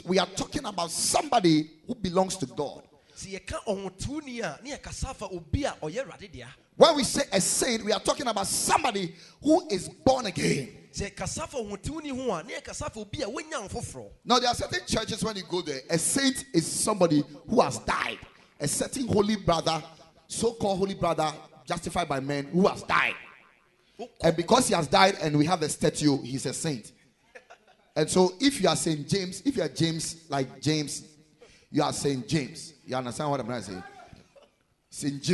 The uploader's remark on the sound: Preached at the Ekklesia Chapel.